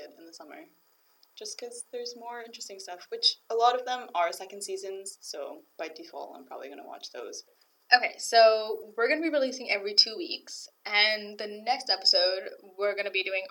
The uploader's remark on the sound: We deeply apologize for the janky audio in this episode. Due to certain circumstances we had to venture into the hard and unyielding world that is Robarts library to record.